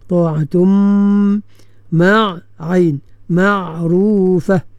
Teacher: Tanwin iaitu nun yang ada dalam tanwin itu dimasukkan ke dalam huruf mim secara sempurna sebab apa nama dengung tu dah berada pada huruf mim itu ya. · Term: idgham ma'al gunnah kamil